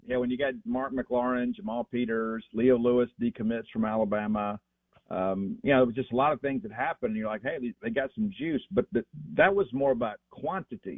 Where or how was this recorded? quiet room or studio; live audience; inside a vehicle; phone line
phone line